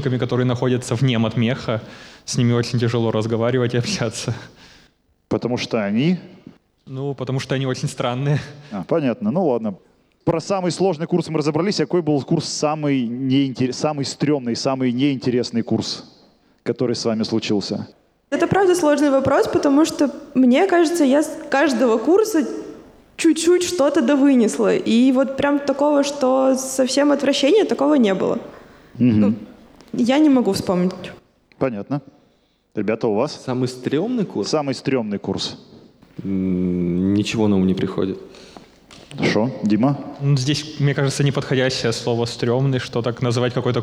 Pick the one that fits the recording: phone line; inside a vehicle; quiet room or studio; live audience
live audience